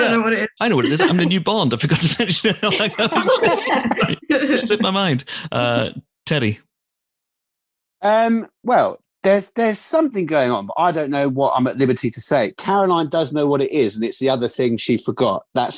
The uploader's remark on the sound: jumps onto Zoom and has a natter